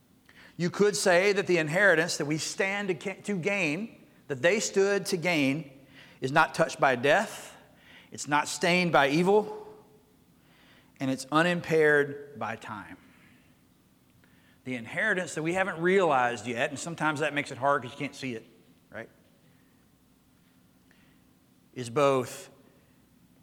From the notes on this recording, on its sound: Recorded Live at Connection.